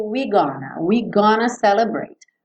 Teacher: E nesse we're gonna, você não escuta esse we're, tá? Fica meio we gonna celebrate.